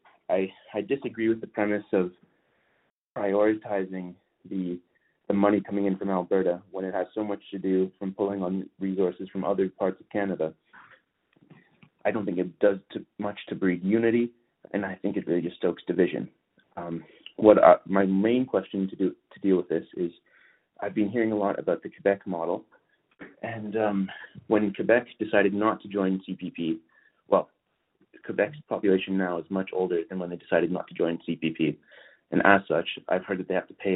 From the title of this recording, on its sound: Southern Alberta Telephone Town Hall